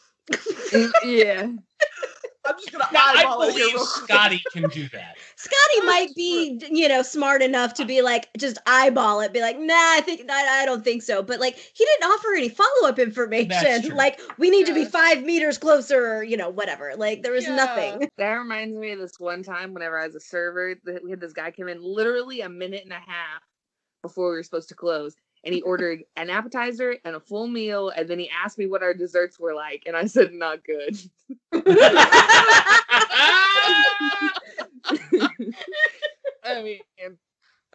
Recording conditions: poor sound quality